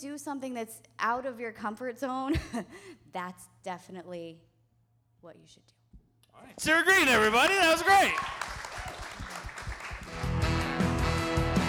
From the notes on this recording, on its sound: The One Year Anniversary Celebration LIVE at The Fourth Street Theater in downtown Des Moines.